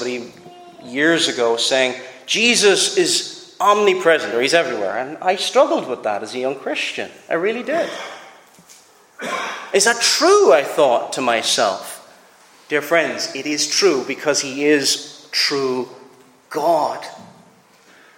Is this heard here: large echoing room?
yes